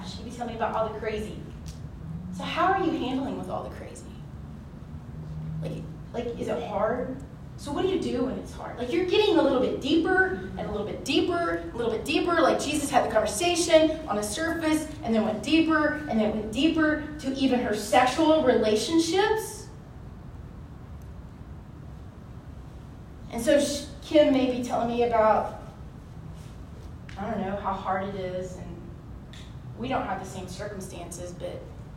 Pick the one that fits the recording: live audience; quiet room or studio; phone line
live audience